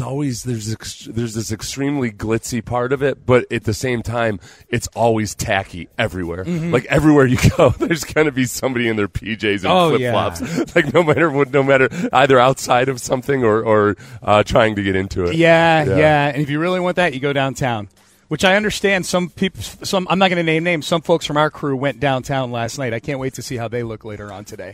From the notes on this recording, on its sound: live on Radio Row in Las Vegas!